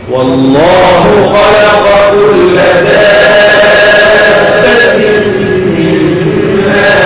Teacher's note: المد لازم كلمة دابة ست حركات